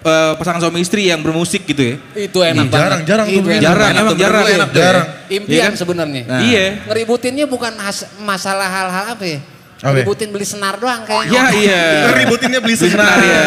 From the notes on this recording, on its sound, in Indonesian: The JokeAss LIVE PODCAST waktu Grand Opening Sedjuk Pejaten